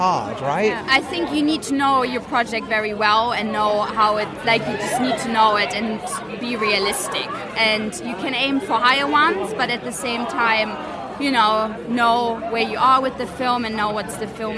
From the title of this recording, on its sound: LIVE from the London Independent Film Festival